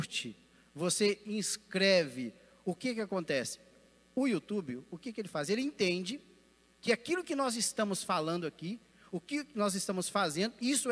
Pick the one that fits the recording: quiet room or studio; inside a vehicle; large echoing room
large echoing room